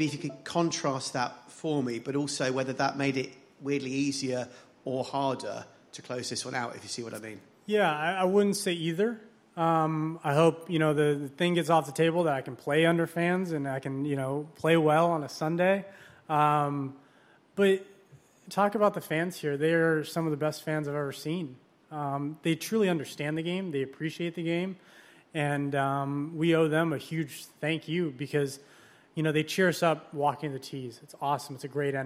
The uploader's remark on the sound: broadcasts live from the 149th Open Championship